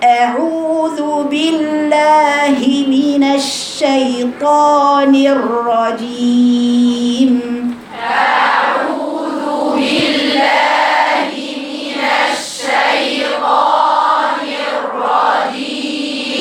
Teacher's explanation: الهمزة من الحلق والعين من الحلق والواو المادية من الجوف والذال من اللسان